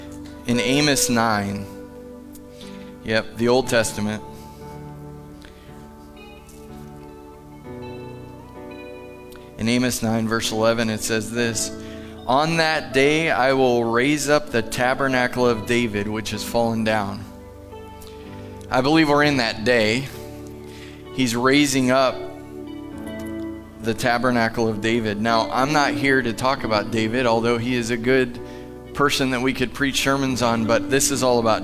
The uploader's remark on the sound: Live from The Summit Church in Dover, OH